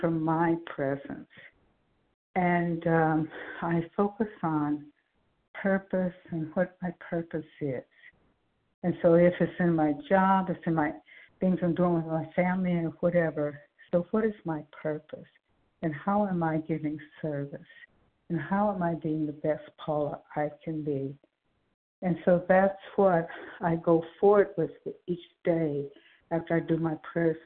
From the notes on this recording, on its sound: 100 Pounders Phone Meeting